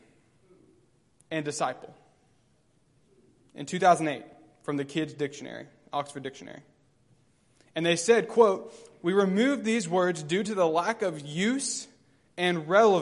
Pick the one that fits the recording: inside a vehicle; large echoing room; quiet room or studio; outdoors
large echoing room